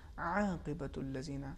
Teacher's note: حرف عین کے تلفظ میں وسط حلق میں ایک معمولی سی گرفتگی یا غلظت پائی جائے گی. دیکھیں عاقبۃ الذین، عاقبت نہیں ہے بلکہ عاقبت، یعنی تھوڑا سا ہلکی سی ایک سختی سی، جی سختی ہے، یعنی حلق کو اگر تھوڑا تنگ کریں تو یہ آواز عین کی صحیح ادا ہوگی.